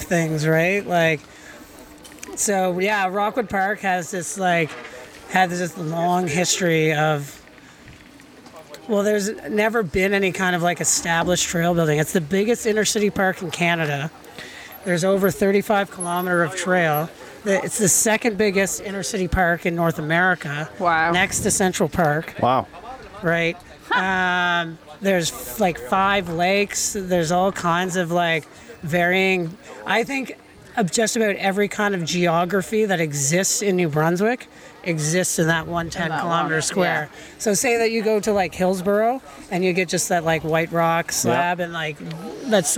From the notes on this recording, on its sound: We're at the Sugarloaf Adrenaline festival this week